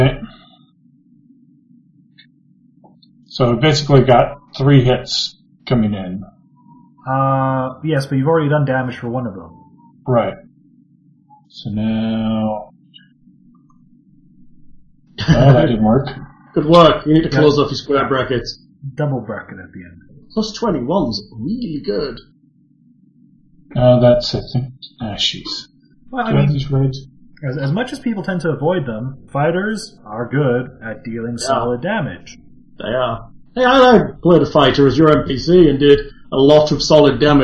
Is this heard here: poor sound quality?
yes